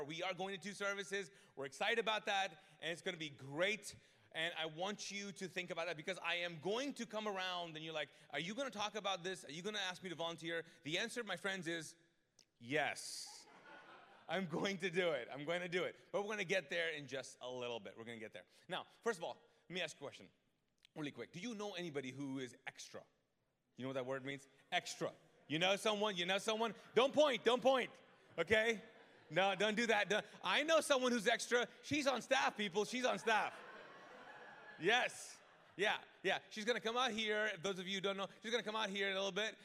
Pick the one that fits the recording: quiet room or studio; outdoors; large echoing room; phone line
large echoing room